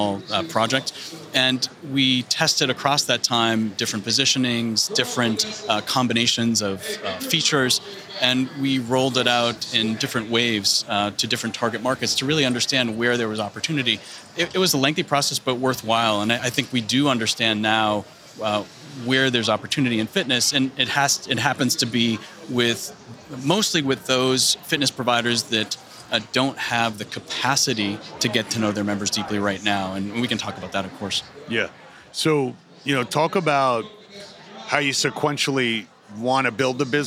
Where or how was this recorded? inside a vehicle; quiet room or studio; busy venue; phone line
busy venue